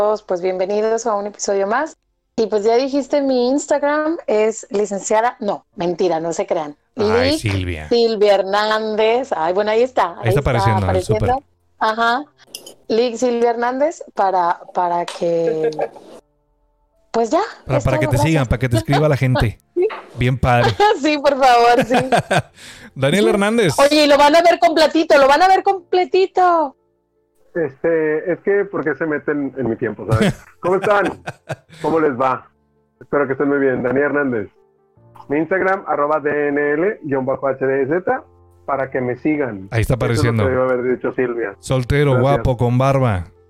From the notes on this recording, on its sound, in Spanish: se grabarán vía remota guardando la debida cuarentena ante la pandemia mundial del coronavirus covid19, por lo que ofrecemos una disculpa por las distintas calidades de audio